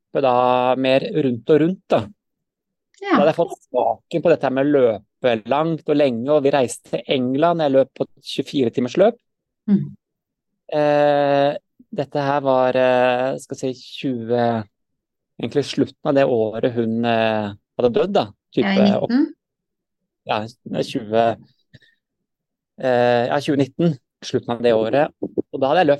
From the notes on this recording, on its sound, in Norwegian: på Zoom, rett fra sola i Arizona